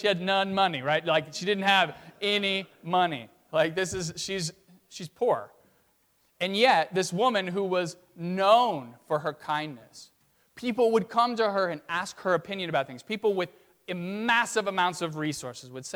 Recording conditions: large echoing room